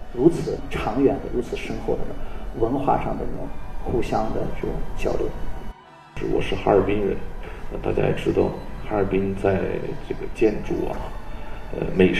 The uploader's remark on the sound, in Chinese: 来到国家大剧院赴俄交流演出的新闻发布会现场